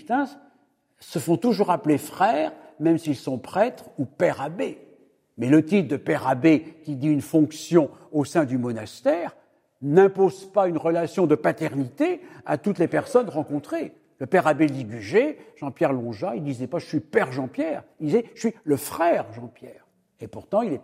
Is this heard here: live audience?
yes